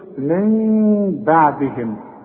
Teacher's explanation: من نون ساكنة بعدها ب، اذا وقفت هنقول من، لكن اذا وصلنا بنخفي ونغن ونقلب · Term: إقلاب